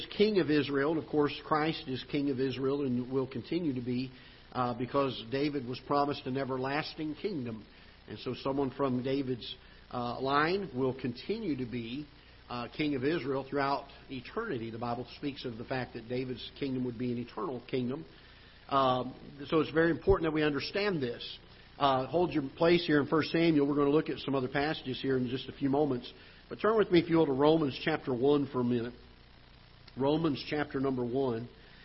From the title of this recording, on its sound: Ketha Heights Baptist Church ~ Live Broadcast